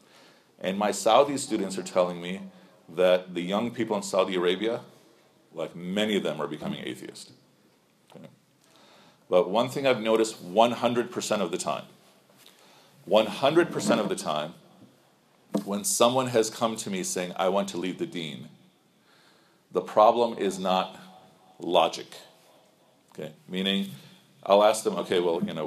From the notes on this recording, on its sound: Talk given to an audience of parents and teenagers at the Islamic Society of the Northwest Suburbs in Rolling Meadows, IL.